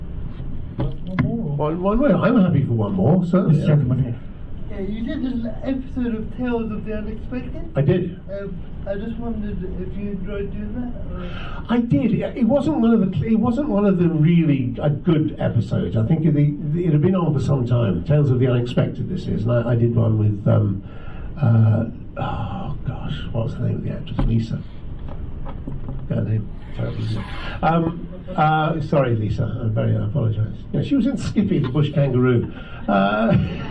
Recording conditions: busy venue